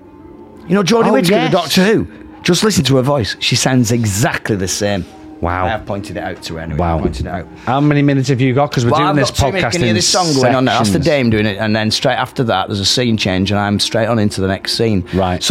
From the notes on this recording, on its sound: Live from blackpool grand theatre christmas special. Recorded during and in between performances at Blackpool Grand Theatre. We are lucky enough to be joined by some of the cast from this years panto.